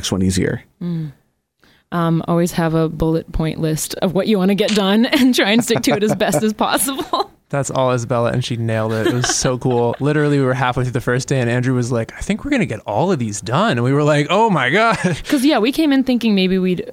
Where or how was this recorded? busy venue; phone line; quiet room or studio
quiet room or studio